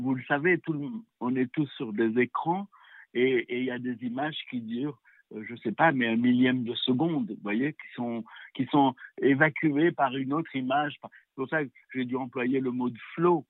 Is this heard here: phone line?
yes